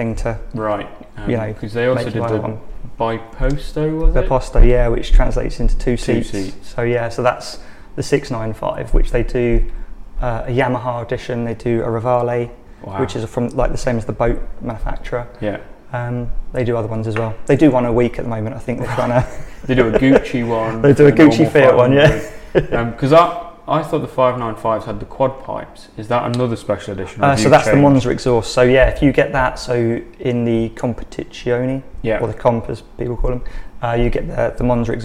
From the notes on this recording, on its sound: Allowing us to record in the café. Following our first cars and coffee event.